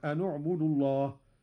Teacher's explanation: ومن سورة نوح قوله تعالى: أن اعبدوا الله واتقوه وأطيعون. قرأ قالون بضم أولى الساكنين وهو النون هكذا: أن اعبدوا الله.